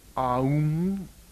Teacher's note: with a sort of nasal N sounded at the end